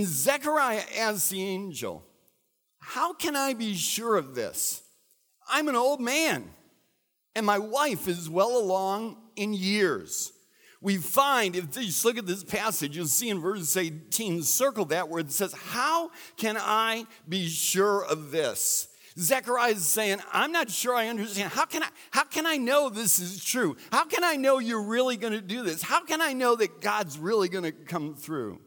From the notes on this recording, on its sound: recorded at Central: A Christ-Centered Church